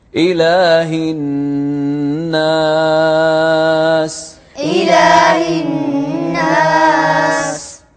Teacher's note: وحد النون المشددة حركتين